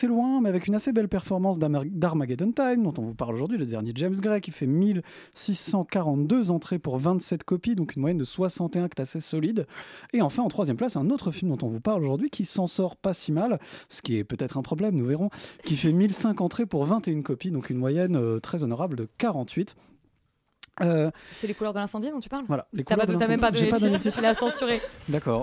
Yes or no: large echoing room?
no